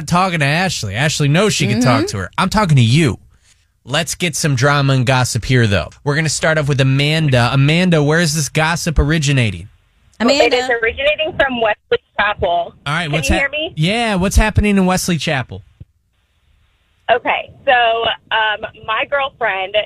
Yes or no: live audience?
no